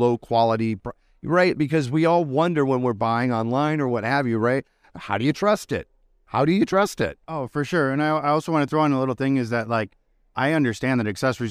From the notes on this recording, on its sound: the special edition of Grassroots Marketing from the Benzinga Cannabis Capital Conference at the Fountain Blue Hotel in Miami